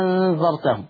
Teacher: طيب ولو جي بعد الهمزة الثانية اللي أنا بسهلها دي كان حرف ساكن زي النون هنا ساكنة لأنها مخفاة فالنون ساكنة فيشبعها أيضا ورش بمقدار الإشباع يشبعها يبدلها الأول يبدل الهمزة الثانية ألف مع الإشباع